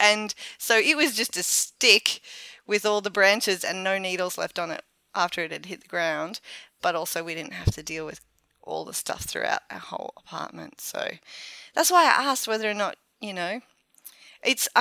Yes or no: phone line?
no